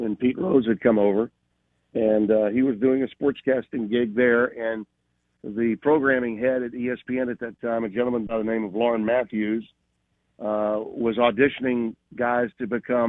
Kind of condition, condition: link, phone line